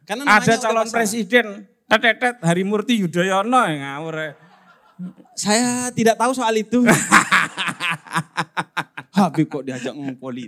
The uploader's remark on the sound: PutCast Live on Stage International Conference on Religious Moderation (ICROM) ke-2 yang diadakan di Yogyakarta.